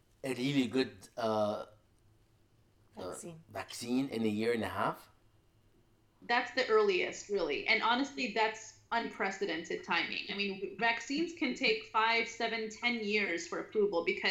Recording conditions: video call